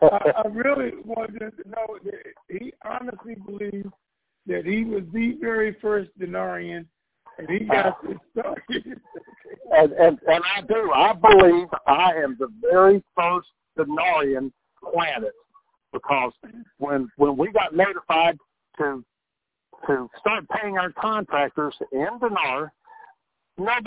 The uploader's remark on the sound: Conference Call